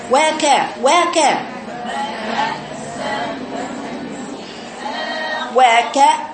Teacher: همزه حرف انفجاري ومقطوع شديد مقطوع صوته